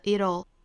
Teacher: it'll 是 flap t 加上舌侧音的组合